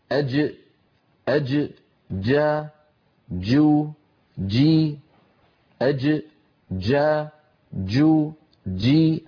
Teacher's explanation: شديدة يعني محبوسة الصوت، مجهورة يعني محبوسة النفس · Term: الجيم الفصيحة